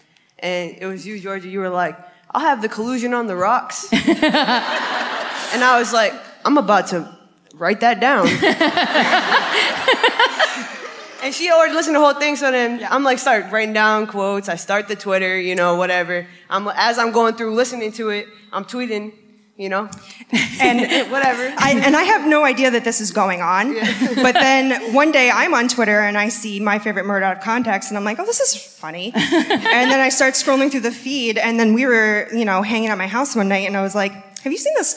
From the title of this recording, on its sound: Live at the Chevalier Theatre in Medford, MA